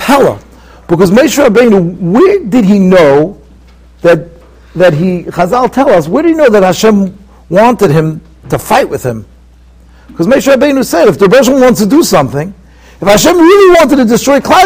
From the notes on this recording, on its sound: Shiur recorded in Yeshivas Ohr Reuven, Monsey, NY.